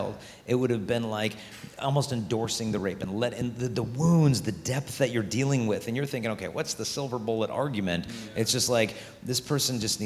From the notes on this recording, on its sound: A special live filming of Pints with Aquinas at the Purpose Conference 2023.